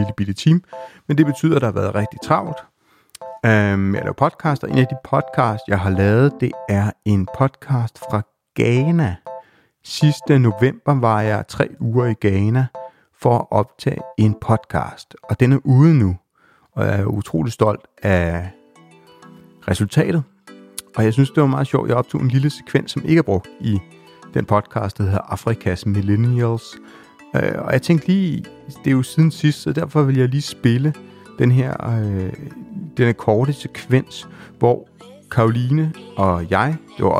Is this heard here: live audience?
no